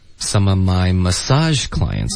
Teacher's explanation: My 不要加重音，some of my massage clients. Massage 才有重音